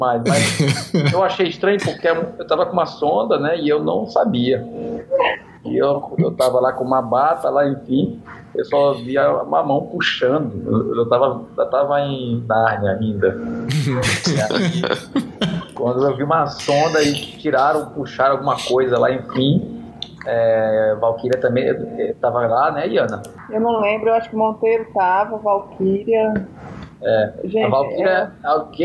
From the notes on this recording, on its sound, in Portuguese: O bate-papo aconteceu. Via Skype.